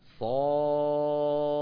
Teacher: صا طبعا نفخمها لأنه حرف مستعلي من حروف خص ذات انقض، ونفخم الألف التي بعدها لأن الألف تتبع الحرف الذي قبلها تفخيما وترقيقا، ثم نقلقل الدال، لا بد من قلقلة الدال.